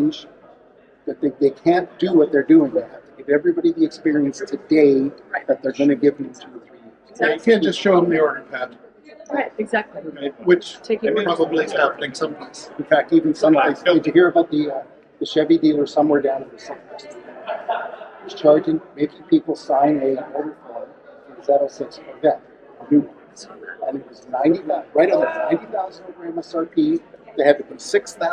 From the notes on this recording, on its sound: This special "Ambush Interview" from Driving Sales 2022 in Las Vegas.